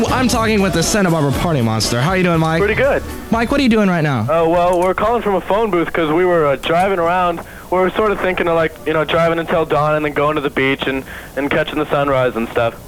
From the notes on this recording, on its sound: podcasts live from Café Anyway